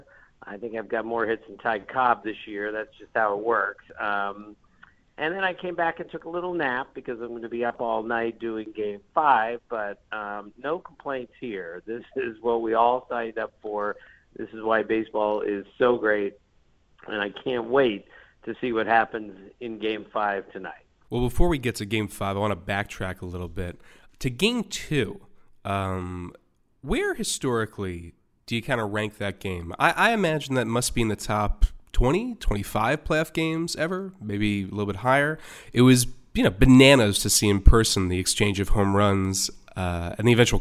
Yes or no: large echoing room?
no